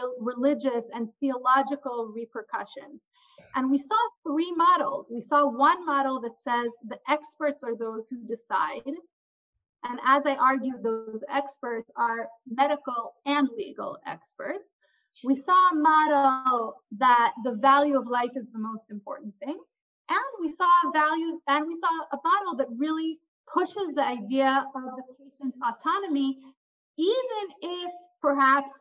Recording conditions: video call